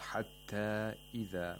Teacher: we have a disjunct مد، because the long vowel and the hamza are in two different words. · Term: مد المنفصل